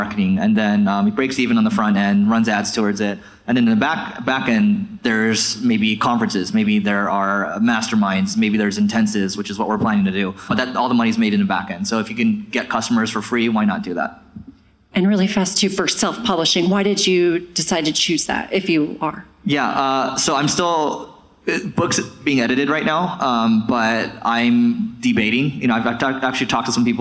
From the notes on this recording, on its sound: Q & A from our Marketing School Live event